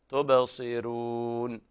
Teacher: وهنا طبعا الراء ترقق في رواية ورش عن نافع، تبصرون بهذه الطريقة، حيث إنه يرقق كل راء مفتوحة أو مضمومة ويسبقها كسر أو ياء ساكنة سواء كانت لينة أو مادية.